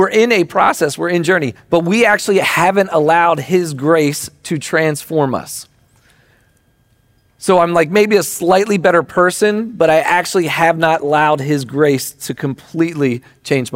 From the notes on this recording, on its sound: Recording of Sunday gathering on September 3rd, 2023.